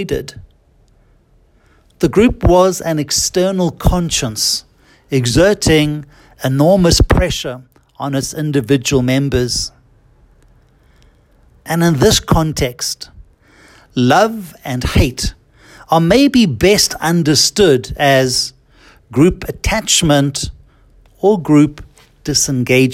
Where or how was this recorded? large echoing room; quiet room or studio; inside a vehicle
large echoing room